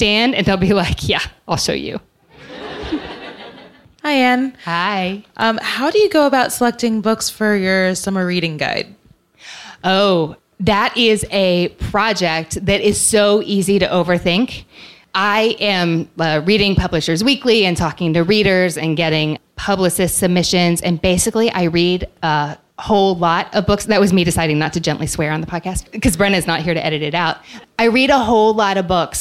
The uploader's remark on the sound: Today we’re sharing the live audio from my book tour stop at the Strand in New York City. In the next segment I’m joined by a Strand bookseller to do some on-the-fly literary matchmaking for our live audience.